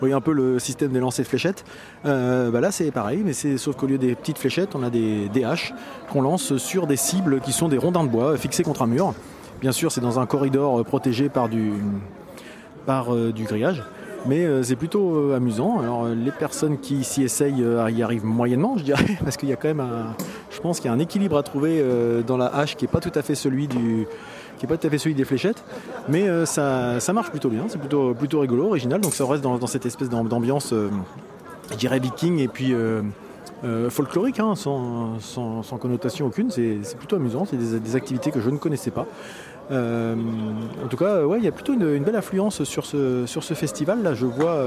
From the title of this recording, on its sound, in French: L'EntrePod se balade au Drakk fest